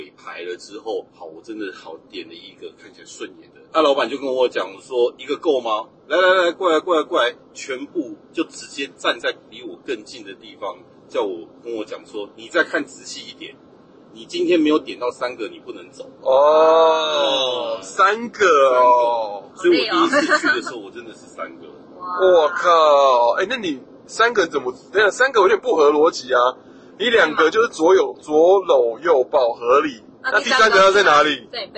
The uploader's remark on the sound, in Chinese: 本集節目在紫爆擁堵的國道五號上錄音，音質很糞沿路開車